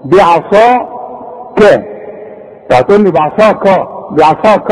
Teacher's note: ما نقولش بعصاك، بع بعا بعا، العين خليها مرققة، الكاف مرققة، الصاد هي المفخمة، بعصا كا، تقول لي بعصا كا بعصا كا الحق خلاص.